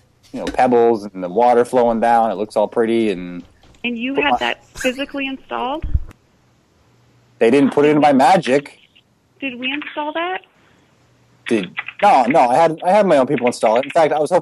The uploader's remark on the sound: Personal Prank Phone Calls Collection